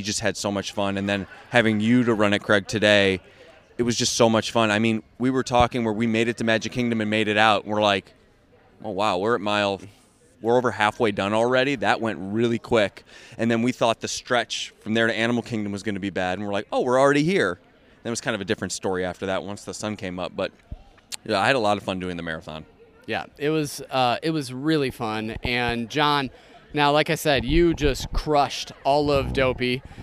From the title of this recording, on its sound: RunDisney Live from the Boardwalk